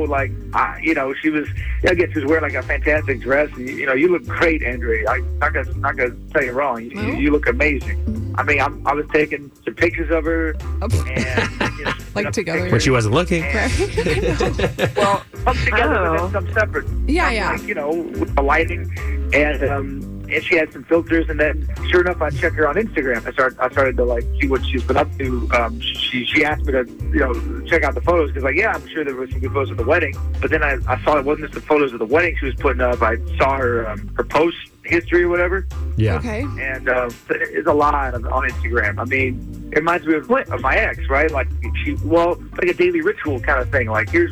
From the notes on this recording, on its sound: get him on the phone